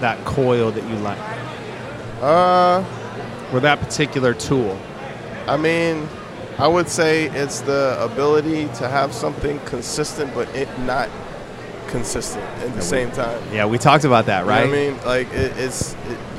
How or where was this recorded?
busy venue